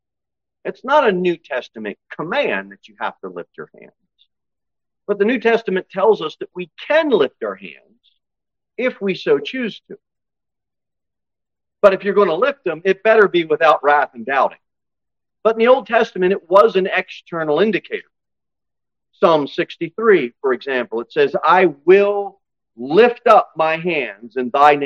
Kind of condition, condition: setting, large echoing room